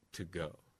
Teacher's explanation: the word to tends to centralize and relax when it's unstressed, but it tends to variably retain the component of it that is lip rounding or lip corner advancement. So I would tend to say to go, because the g following it is a consonant and it's easy to do.